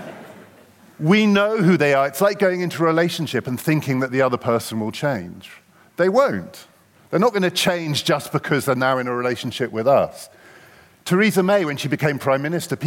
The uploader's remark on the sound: Recorded live at the Cambridge Literary Festival.